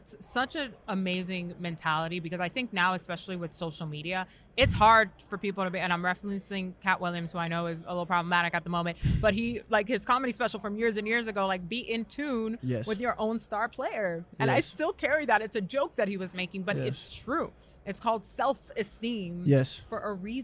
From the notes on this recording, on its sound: Live From Radio Row.